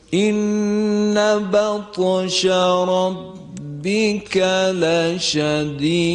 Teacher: طاء رو درشت تلفظ نکردید و در لشدید قلقله دال کاملا ظاهر نشد